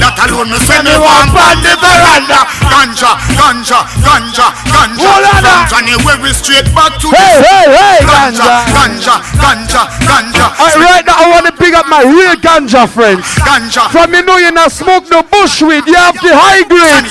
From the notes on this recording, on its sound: This is the recording of the soundclash in Nairobi, Kenya. Unfortunately recording of the DFD is missing but the audio is still a piece of history..